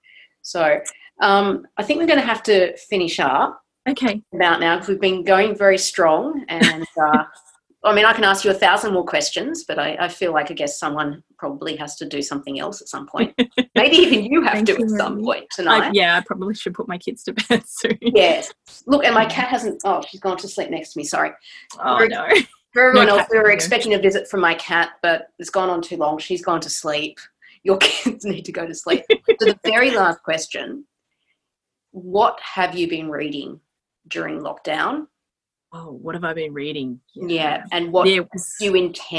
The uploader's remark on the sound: This is a live recording of an online event hosted via Zoom during the Covid-19 crisis.